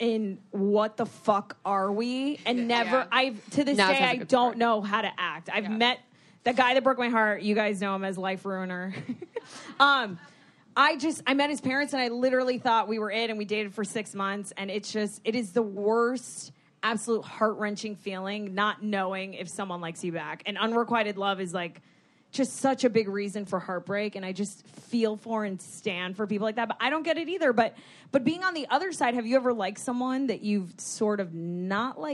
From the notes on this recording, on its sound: The I don’t get it girls take it live! They answer questions from the audience.